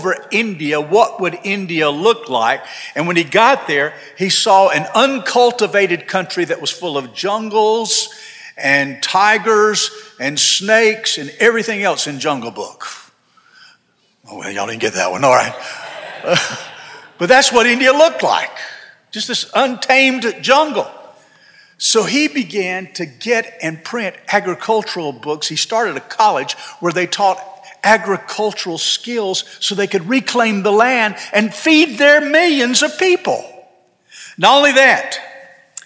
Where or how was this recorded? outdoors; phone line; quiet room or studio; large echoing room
large echoing room